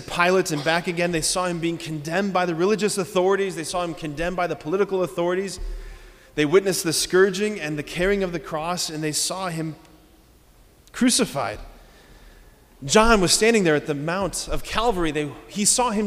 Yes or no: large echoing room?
yes